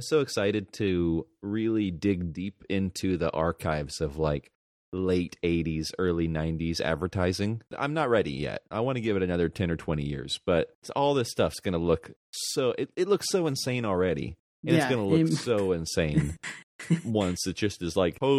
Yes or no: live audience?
no